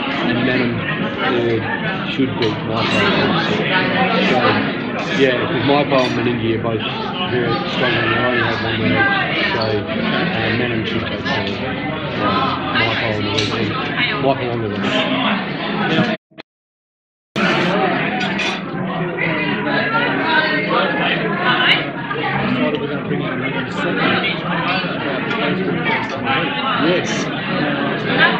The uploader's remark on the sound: Outside Broadcast Ironbank, Cherry Gardens Football Club